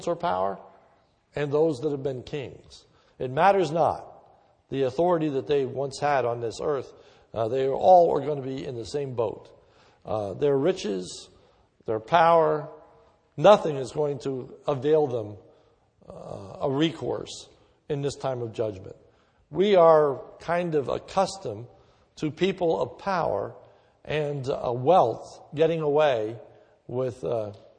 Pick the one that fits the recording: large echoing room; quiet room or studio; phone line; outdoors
large echoing room